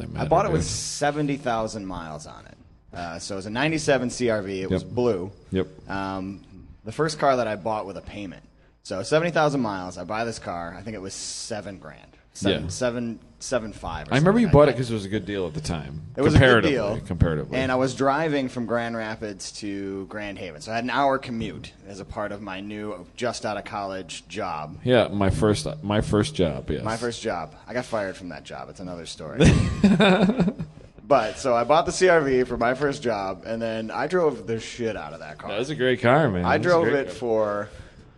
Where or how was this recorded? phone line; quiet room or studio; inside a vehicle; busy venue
busy venue